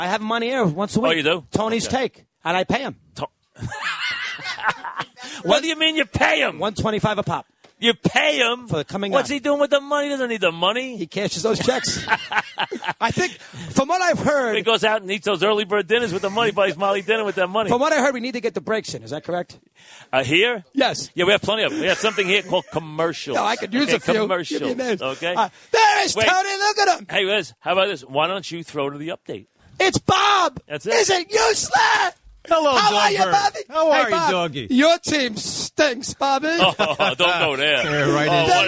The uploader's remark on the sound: which was on location from the ALCS at Yankee Stadium